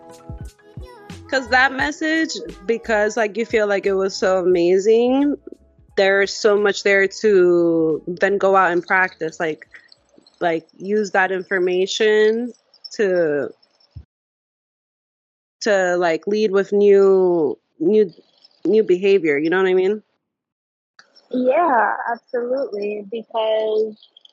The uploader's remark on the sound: Although the audio isn’t the best, we went with it due to the quality of message.